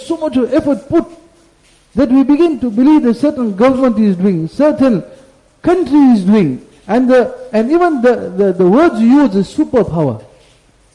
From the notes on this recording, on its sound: Jumuah Lecture